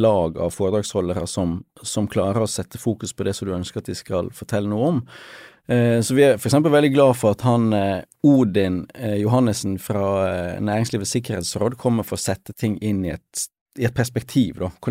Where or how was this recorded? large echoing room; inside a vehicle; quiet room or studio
quiet room or studio